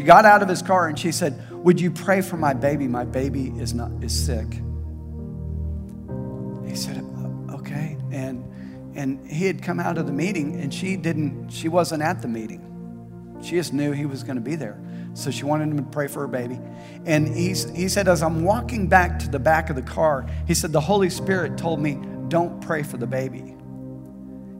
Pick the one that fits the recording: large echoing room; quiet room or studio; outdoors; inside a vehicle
large echoing room